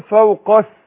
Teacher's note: الهمزة الالف ده اللي هو قبل الاثنتين دي مش بيتنطق في وسط الكلام · Term: همزة وصل